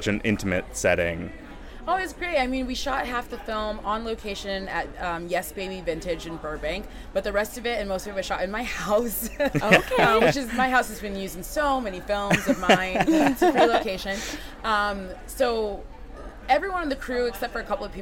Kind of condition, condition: setting, busy venue